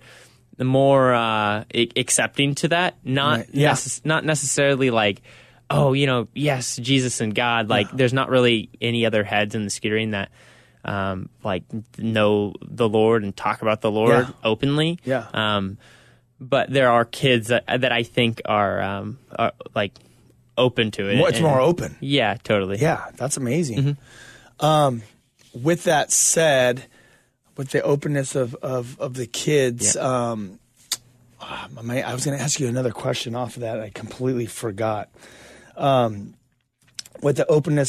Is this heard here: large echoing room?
no